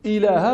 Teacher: اللام، واللام مخرجها من طرف اللسان مع ما يحاذيه من لثة الأسنان العليا، والألف ومخرجه الجوف، إلها والهمزة مخرجها أقصى الحلق، واللام لا إلها اللام مرت، والهاء مخرجها أيضا أقصى الحلق.